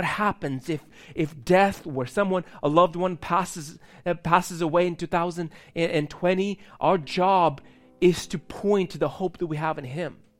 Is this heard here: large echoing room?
yes